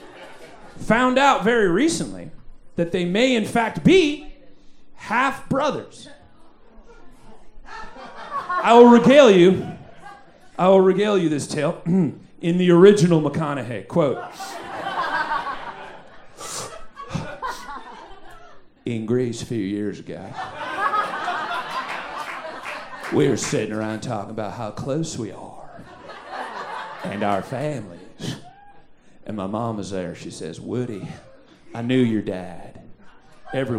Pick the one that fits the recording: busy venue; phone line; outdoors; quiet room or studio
busy venue